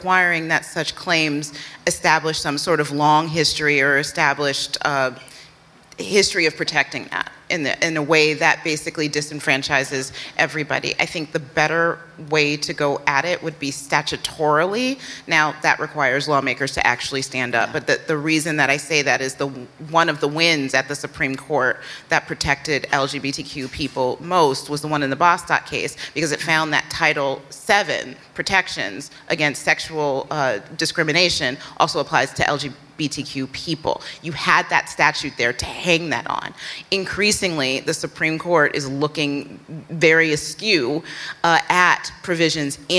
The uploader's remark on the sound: Are live in New York City.